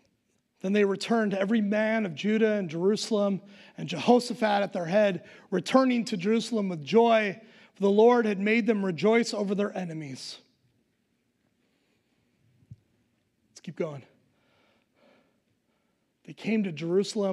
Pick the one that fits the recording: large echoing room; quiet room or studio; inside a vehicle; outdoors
large echoing room